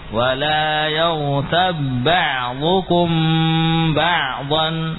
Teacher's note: kalau ba bertemu dengan ba jelas dibaca idgham